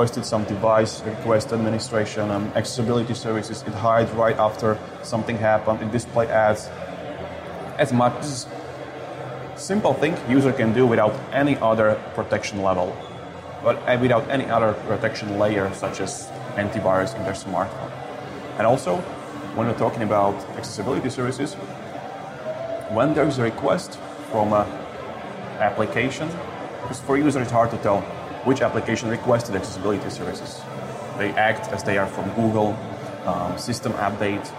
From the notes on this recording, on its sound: TEISS caught up with them at Mobile World Congress last month in Barcelona.